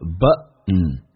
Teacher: 美语当中 T N 组合 T 可以不用发音，但气流要阻塞一下